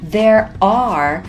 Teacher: There are 在美式英语当中都有明显的儿化音